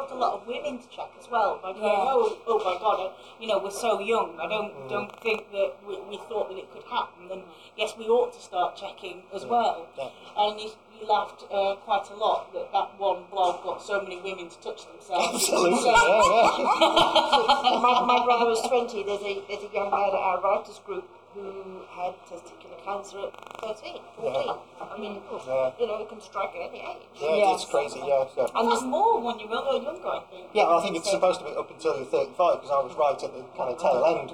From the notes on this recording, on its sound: talking to us at the launch event for Her Dark Voice